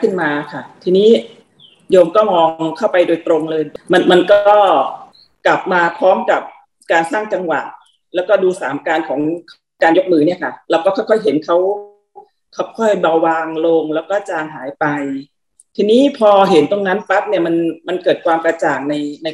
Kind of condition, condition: link, video call